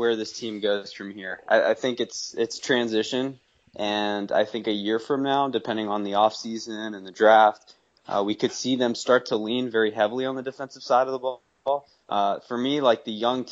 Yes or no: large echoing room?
no